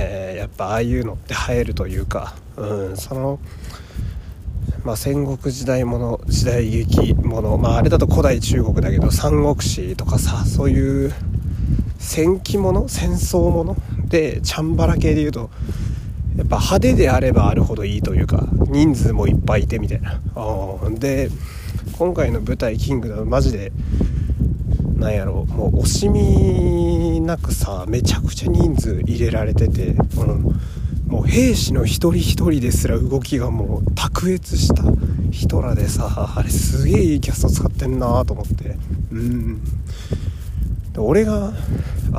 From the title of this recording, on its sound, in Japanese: 夜道を歩きながら